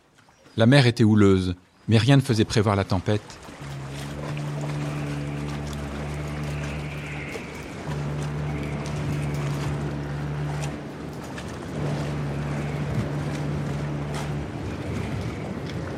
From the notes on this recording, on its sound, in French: Ce documentaire a été l'occasion idéale de mêler ce formidable récit à mes enregistrements des sons de la mer.